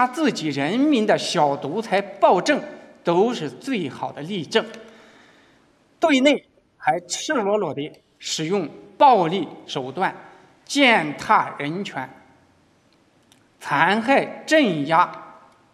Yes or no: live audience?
yes